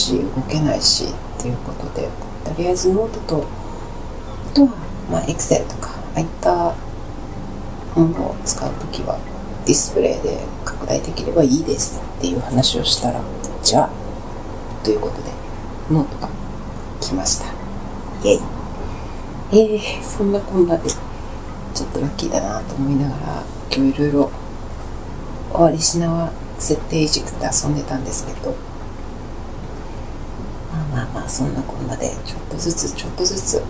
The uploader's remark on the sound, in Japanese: 雨の中で録音。雨音がね、カナカナだよ。って、言っても信じてもらえそうな程、白い雑音激しい。